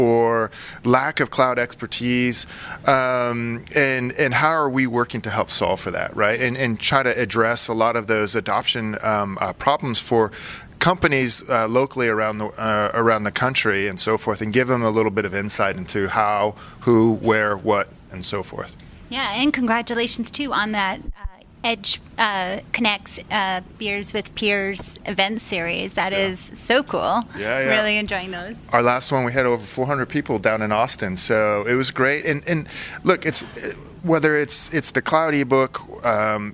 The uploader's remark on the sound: live from Telecom Exchange LA